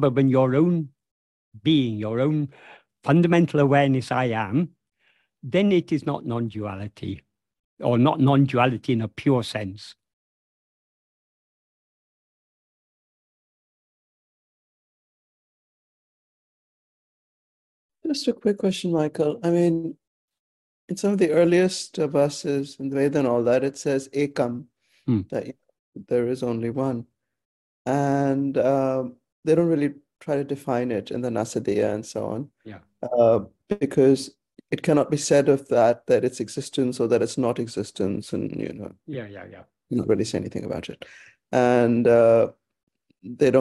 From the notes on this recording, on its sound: In a Zoom meeting with the Ramana Maharshi Foundation UK on 13th January 2024